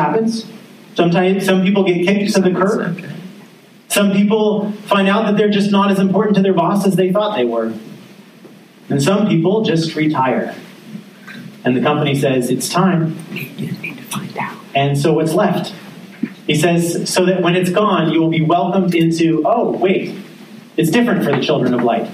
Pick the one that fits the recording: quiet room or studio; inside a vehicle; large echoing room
large echoing room